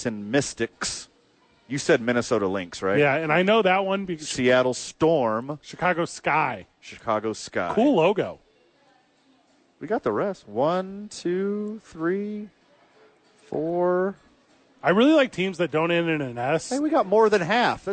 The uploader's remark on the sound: Live from American Home Furniture donating blood, eating ice cream.